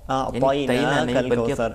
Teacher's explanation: حرف طا میں استعلاء اور اطباق پایا جاتا ہے